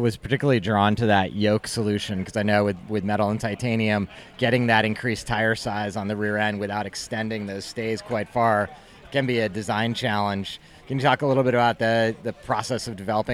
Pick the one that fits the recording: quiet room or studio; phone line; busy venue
busy venue